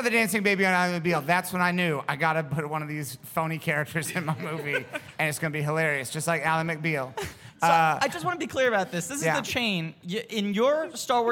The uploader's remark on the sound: Live from the 18th annual Del Close Marathon in New York City